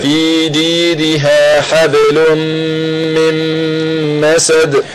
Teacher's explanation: دال ساكنة ومقلقلة عند الوقف